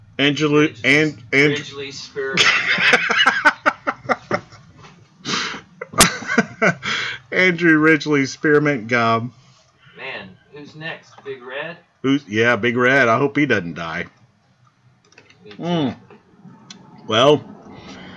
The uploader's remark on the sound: Our mic took a crap so the sound quality is not up to par.